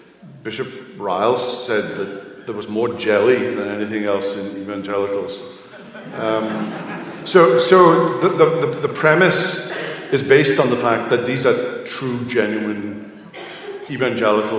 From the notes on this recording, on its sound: Q & A from the 2022 Boise Reformation Conference. The question-and-answer session from this year’s Boise Reformation Conference.